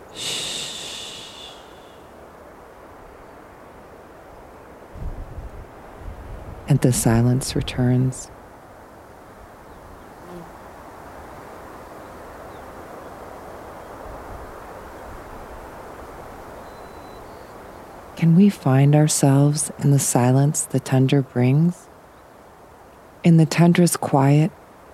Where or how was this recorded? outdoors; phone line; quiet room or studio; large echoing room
outdoors